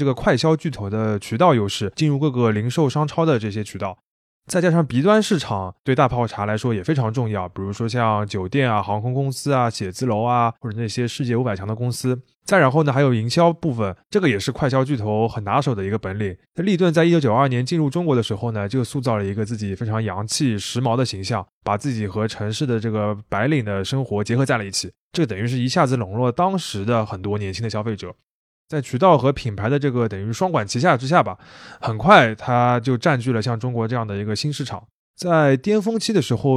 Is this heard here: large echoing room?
no